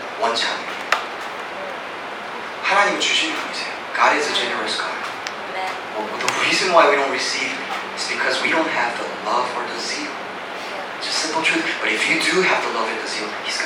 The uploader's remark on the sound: (POOR AUDIO QUALITY). We apologize for the poor audio quality due to technical difficulties.